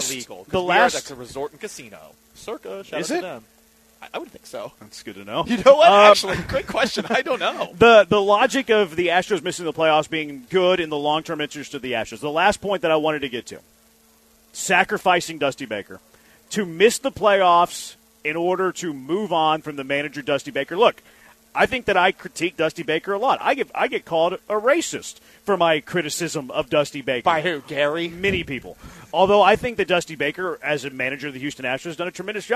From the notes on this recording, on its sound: LIVE from Circa Casino and Resort in Las Vegas!